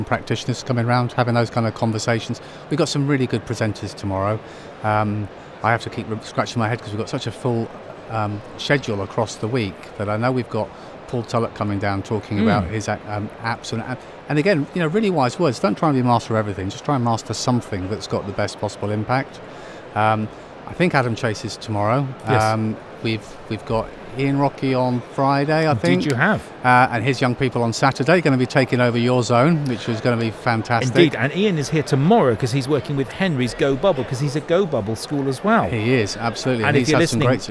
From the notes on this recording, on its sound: Our first NetSupport Radio LIVE show from stand NL44 at BETT2020.